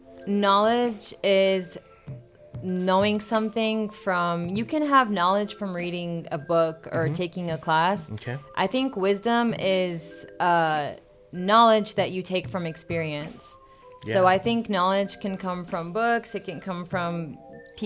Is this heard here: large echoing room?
no